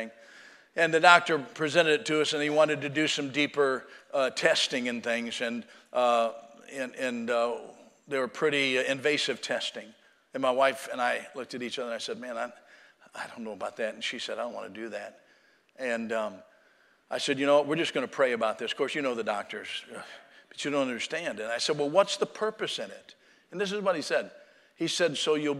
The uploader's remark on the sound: Sunday Morning Service